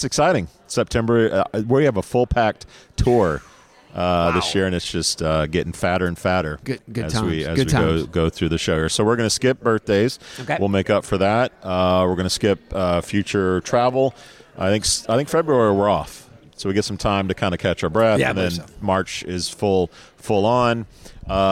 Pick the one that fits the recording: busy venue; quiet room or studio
busy venue